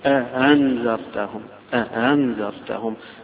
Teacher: التسهيل عبارة عن تحويل الهمزة إلى بين الهمزة والألف بين الاثنين، يعني قريبة من الهاء بس مش مخرج الهاء، قريبة منها، فتقول أهنذر، فرق بين تقول أهنذرتهم هذه هاء هي مش هاء ولكنها ألف مسهلة أو همزة مسهلة، فلذلك تيجي من الحلق فتقول أهنذرتهم سواء عليهم.